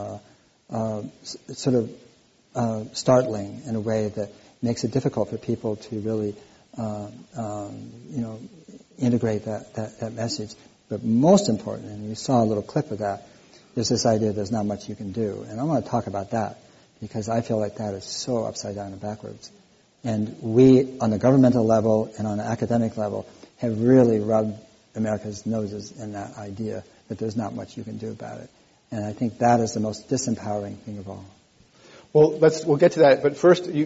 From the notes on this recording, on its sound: This program was recorded in front of a live audience at The Commonwealth Club of California on October 18, 2013